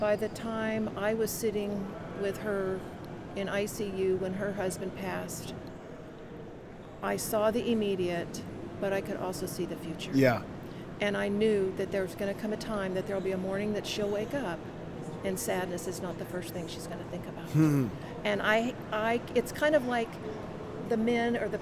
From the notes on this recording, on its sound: LIVE from CPE 2022!